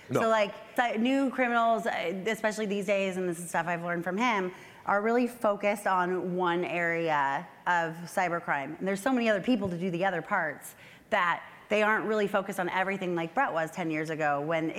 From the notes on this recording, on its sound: LIVE from CNP Expo 2019! A live recording in front of hundreds of online fraud professionals. We hear from two unassuming audience members.